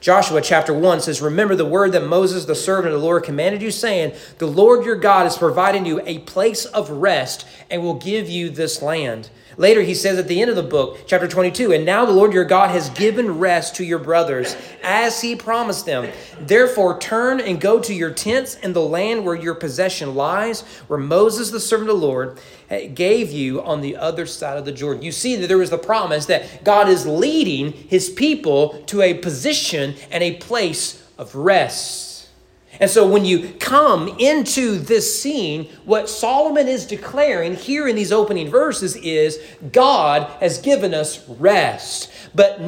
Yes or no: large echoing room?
yes